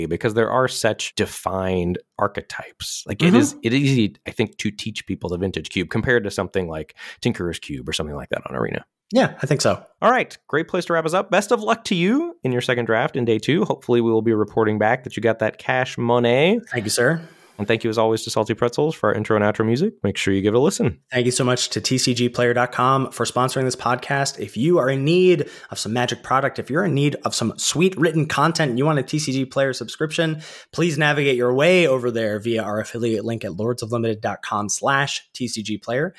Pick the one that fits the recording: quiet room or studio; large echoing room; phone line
quiet room or studio